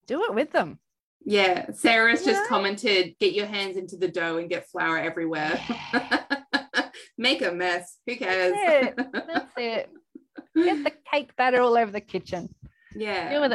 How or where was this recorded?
video call